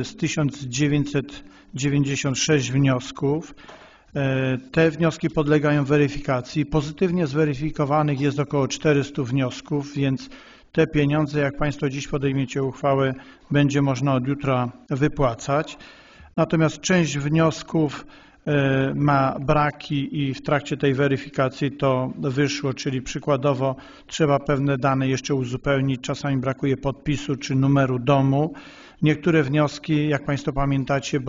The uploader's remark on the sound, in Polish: Nagranie z LV Sesji Rady Miejskiej w Rabce Zdroju z 26.09.2022 r